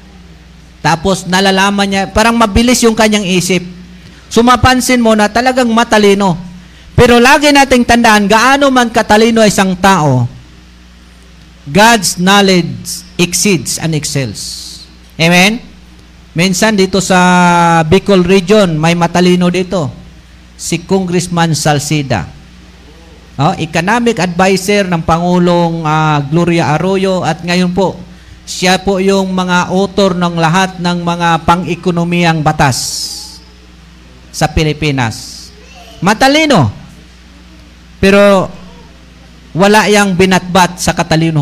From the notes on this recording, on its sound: LIVE SUNDAY SERVICE OF MISSIONARY BAPTIST CHURCH POLANGUI. FB LIVE NG BEST105FM INTERNET TV INTERNET RADIO BROADCASTING.